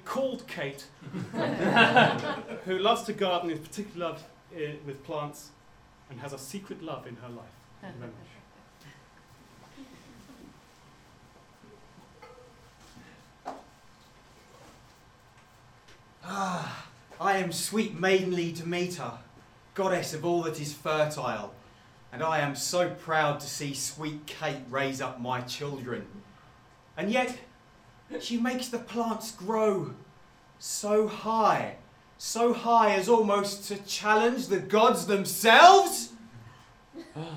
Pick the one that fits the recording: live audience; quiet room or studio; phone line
live audience